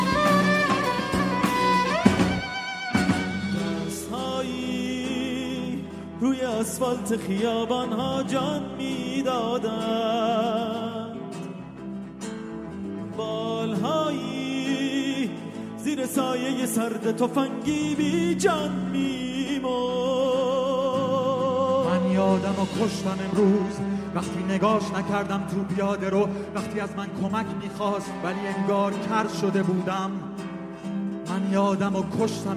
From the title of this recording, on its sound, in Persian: اجرای زنده